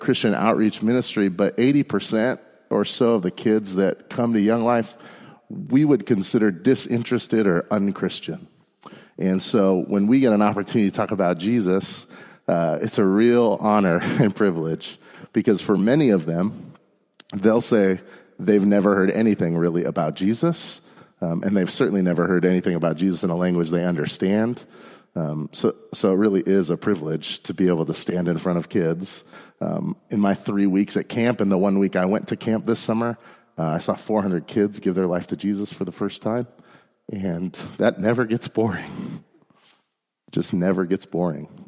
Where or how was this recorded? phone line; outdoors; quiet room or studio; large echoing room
large echoing room